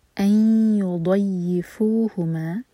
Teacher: ٹائم، اس کے بعد ہے ضاد، اس کو دال نہیں پڑھنا، ضاد زبان کے سائڈ سے